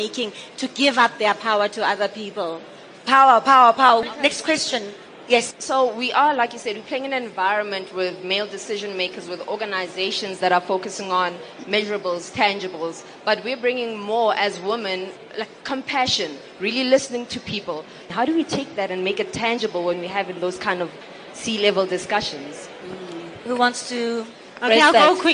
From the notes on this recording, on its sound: during this #FutureCEOs LeaderEx panel discussion